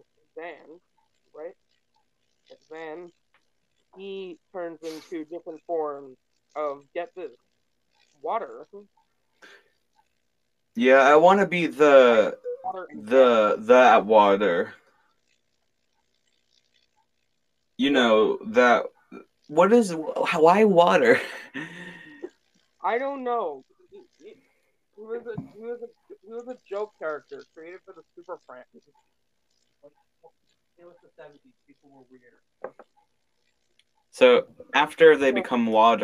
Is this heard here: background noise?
yes